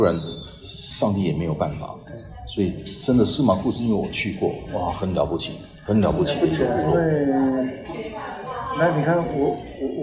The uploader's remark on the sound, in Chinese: 本集於住宿公共空間進行錄音，故會出現些許背景音，若影響收聽品質請見諒!